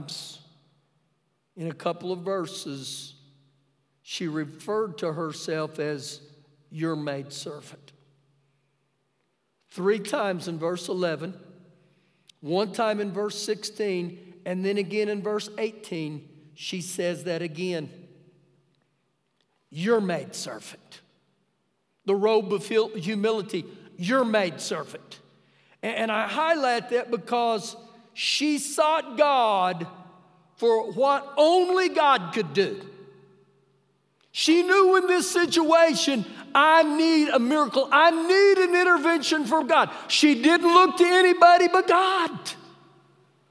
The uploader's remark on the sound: Ecorded live during our Wednesday night service.